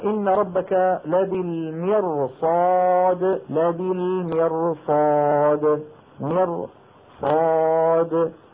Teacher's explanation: الراء مفخمة، ليش مفخمة؟ لأنها ساكنة وقبلها مكسور وبعدها صاد مفتوحة يعني غير مكسورة